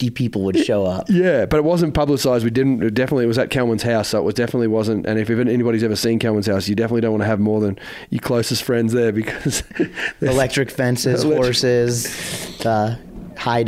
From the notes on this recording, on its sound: Recorded from the WSIA Summit in Steamboat Springs, Colorado